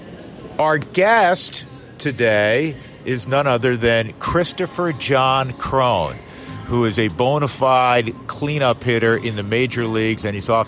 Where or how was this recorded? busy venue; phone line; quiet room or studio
busy venue